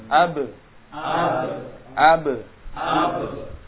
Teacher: Ada pantulannya juga ketika disukun karena dia punya sifat apa? Qalqalah.